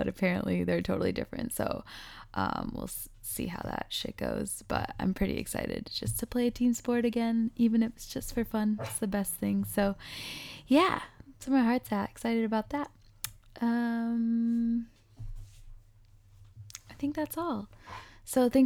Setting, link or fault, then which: fault, sounds in the background